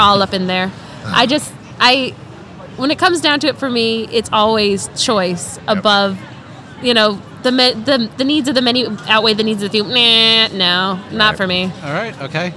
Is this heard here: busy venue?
yes